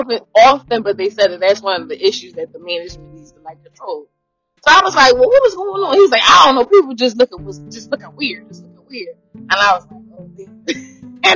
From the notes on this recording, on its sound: please excuse my audio I sound like a rapper in jail recording his album.